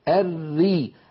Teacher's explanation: الراء المرققة الري نجد بأن اللسان لم يتقعر وبأن لسان المزمار أو بالأحرى الحلق لم يتضيق